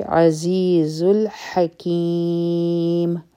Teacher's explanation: زی به دوه حرکا راکاږو په دې کې بزنګ والا آواز دی دوه ځله زارا غلی ده نو دا به شي عزیز الحکیم · ح به د حلق نه وایو